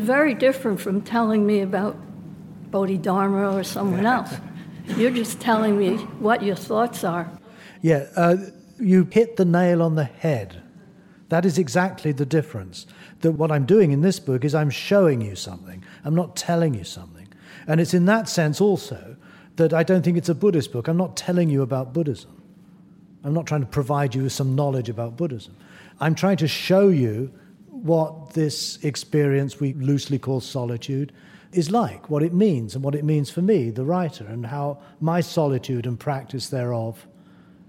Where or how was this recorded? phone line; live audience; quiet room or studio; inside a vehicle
live audience